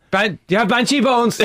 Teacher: You're now putting the emphasis on every syllable.